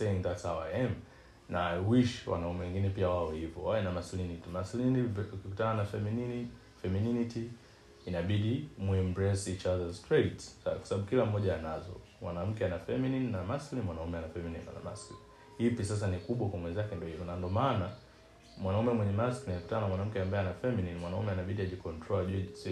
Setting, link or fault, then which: fault, sounds in the background